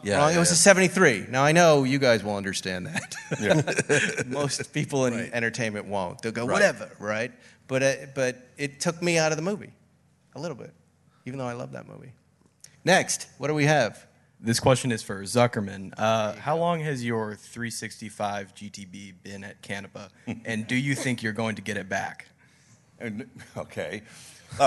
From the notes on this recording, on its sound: Recorded in front of a live audience at 2022 Pebble Beach Concours.